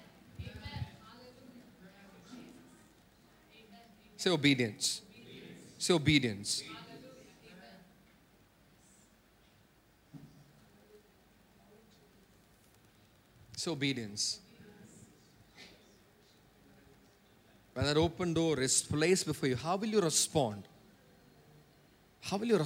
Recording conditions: large echoing room